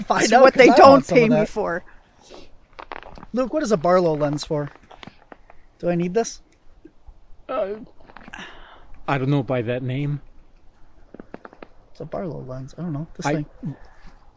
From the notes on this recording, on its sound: on location recording from the Paulding Light on January 30th